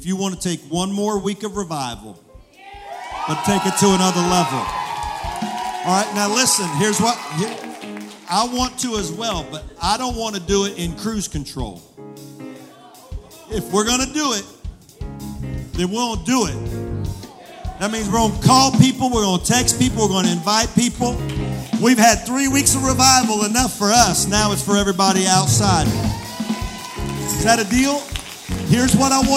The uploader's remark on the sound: Sunday Night Worship Service. Potts Camp, MS 38659.